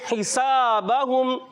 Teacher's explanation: ہا حلق کے درمیان والے حصے سے، سین سیٹی والا حرف ہے، اس کو سیٹی سے ادا کریں گے